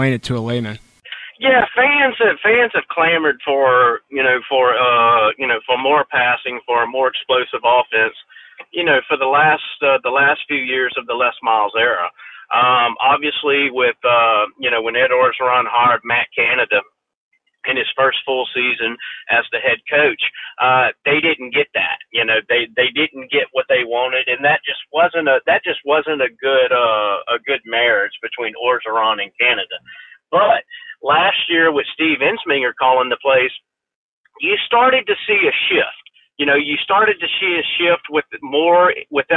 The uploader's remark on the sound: joined over the phone by Statesboro Herald beat writer